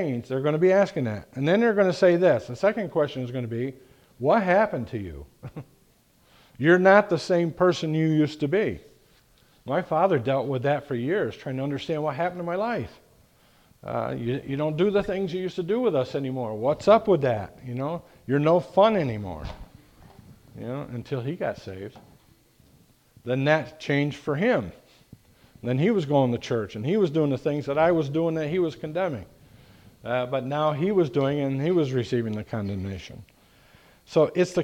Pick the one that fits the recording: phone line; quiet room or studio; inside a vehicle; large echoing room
large echoing room